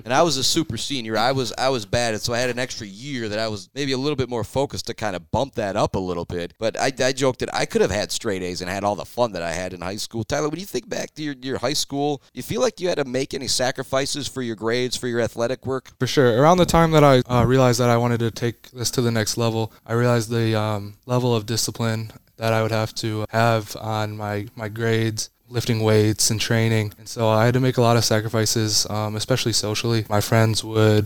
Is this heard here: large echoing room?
no